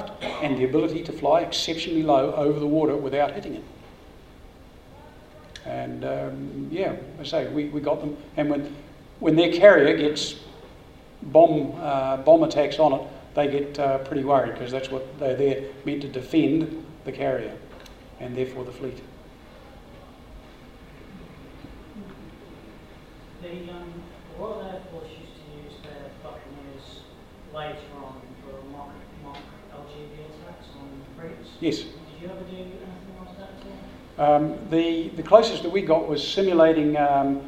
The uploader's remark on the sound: Recorded: 19th of January 2014, live at the Wings Over New Zealand Forum Meet